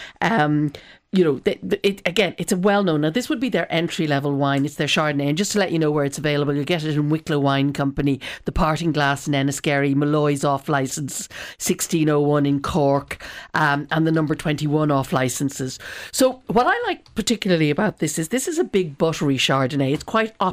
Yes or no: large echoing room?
no